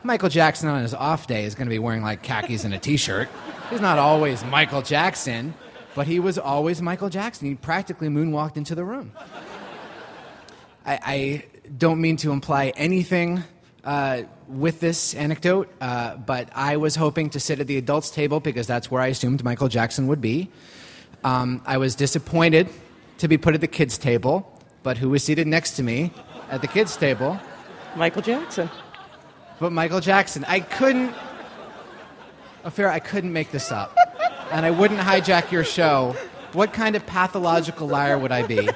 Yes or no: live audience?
yes